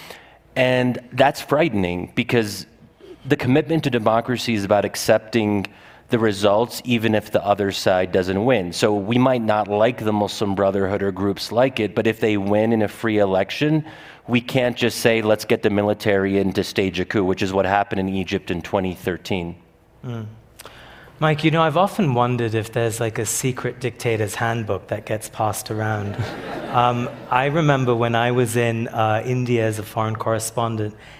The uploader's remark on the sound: meet on stage at the 2023 Aspen Ideas Festival